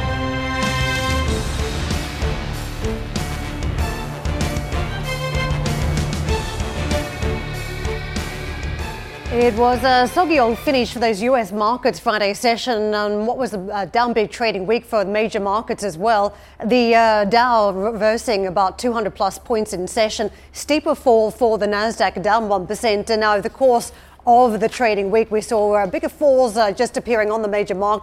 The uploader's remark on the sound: We are live at the first ‘summer’ Davos in Tianjin since the Covid pandemic.